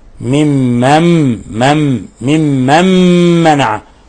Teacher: عندنا حرف غن مشدد يغن مقدار حركتين، وعندنا نون ساكنة جاء بعدها ميم، نون ساكنة جاء بعد حرف الميم، حكم التجويد إضغام بغنة.